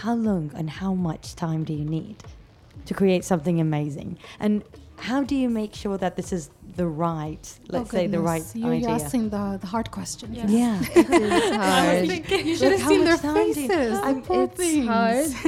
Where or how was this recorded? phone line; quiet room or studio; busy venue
busy venue